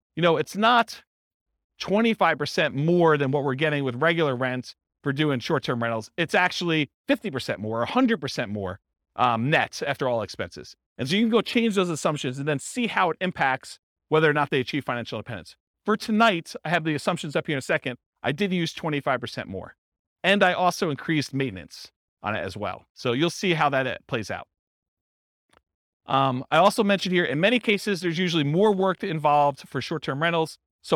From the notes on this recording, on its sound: This was a live class recorded